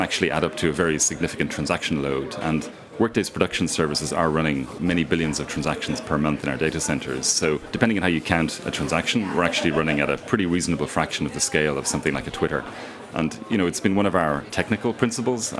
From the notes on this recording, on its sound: In this livecast from the Structure Conference in San Francisco